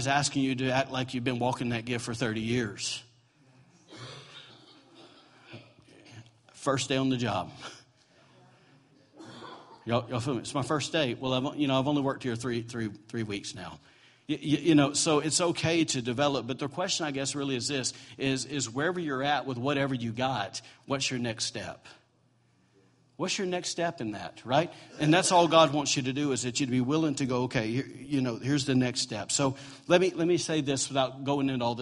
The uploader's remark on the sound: recorded on Sunday, November 19, 2017, during morning service at Celebration Life Family Church